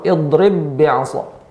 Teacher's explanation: Di mana pada pertemuan sebelumnya telah kita jelaskan ya mutamatsilain membacanya <clears throat> secara hukum yaitu dengan idghamkan dimasukkan ya misalkan antara ba dan ba maka huruf ba yang pertama hilang dan langsung masuk pada huruf ba yang kedua